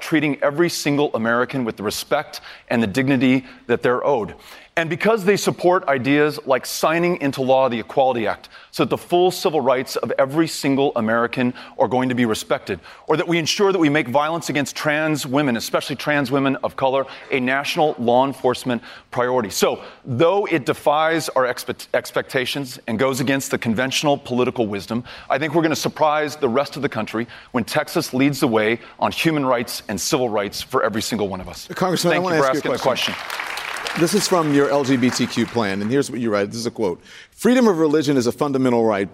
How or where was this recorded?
live audience